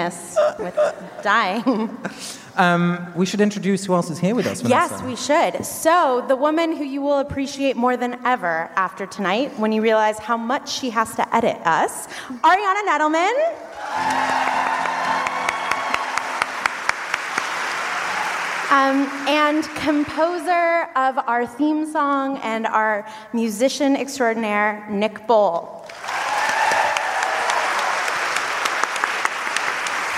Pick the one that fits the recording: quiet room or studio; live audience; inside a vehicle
live audience